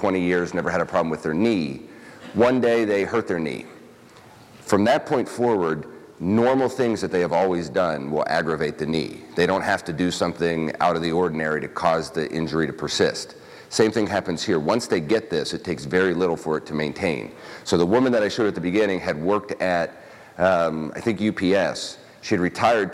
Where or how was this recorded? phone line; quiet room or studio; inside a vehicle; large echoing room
large echoing room